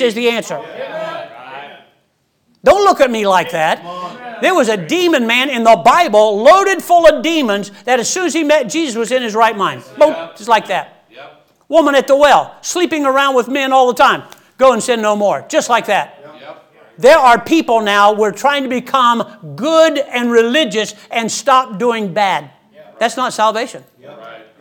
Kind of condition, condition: setting, large echoing room